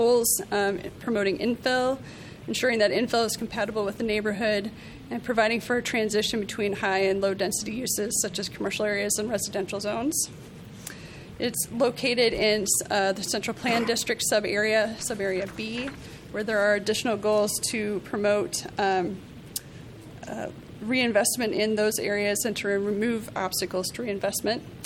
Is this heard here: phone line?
no